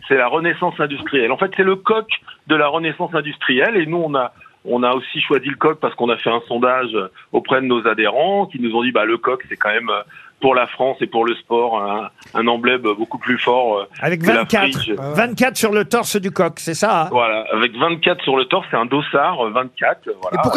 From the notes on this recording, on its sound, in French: les Grosses Têtes ont eu au téléphone